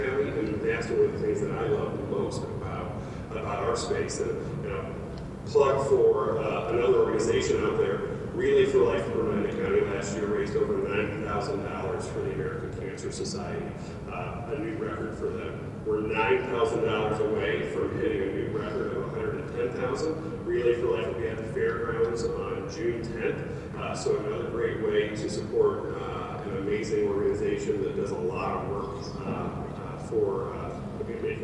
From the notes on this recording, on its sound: This installment of a cup and a conversation was recorded at a Medina County Economic Development Corporation meeting. At this meeting they held a speed podcasting session with two groups of area professionals!